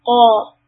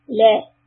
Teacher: qaf fatha is a heavy sound, qa, and then lam fatha is soft, la